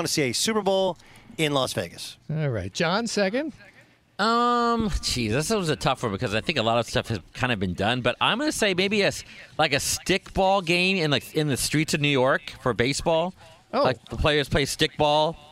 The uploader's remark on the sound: LIVE from the LA Chargers Training Camp! Live from Costa Mesa, California!